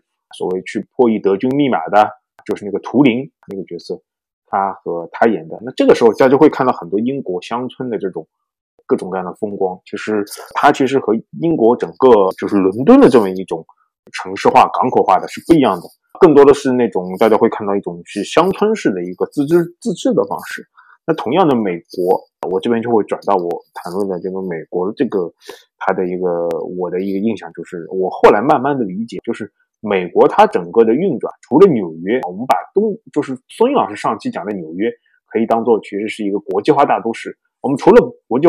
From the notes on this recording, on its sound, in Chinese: 因某种“不可抗力”下录音设备问题，导致本期节目音质略有瑕疵，望见谅。